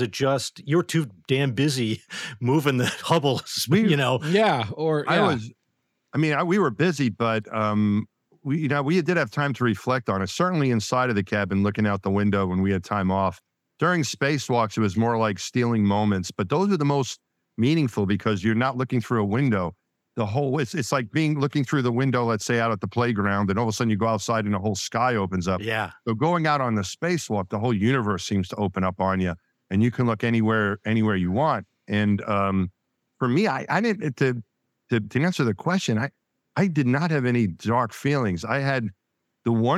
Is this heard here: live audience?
no